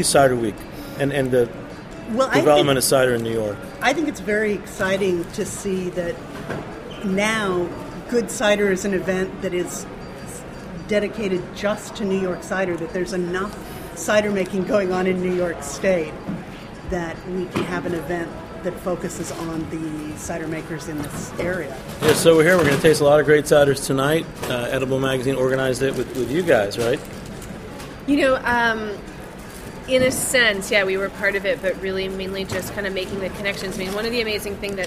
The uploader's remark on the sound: at the Spring 2015 Edible Magazine's "Good Cider" event in Manhattan